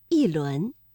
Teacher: 这里的“一”读四声，一轮